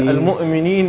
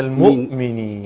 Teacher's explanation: عند الهمزة ساكنة وما ينفعش أقلقل الهمزة · Shown in: second take